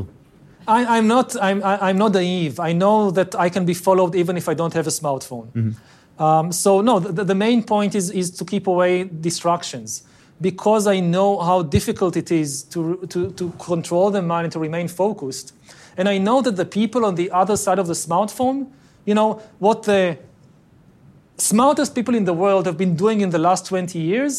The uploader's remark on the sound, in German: Das beim Giga Gipfel von Handelsblatts, WirtschaftsWoche, Tageespiegel, ada und Vodafone in Sölden als Live-Podcast aufgezeichnet wurde.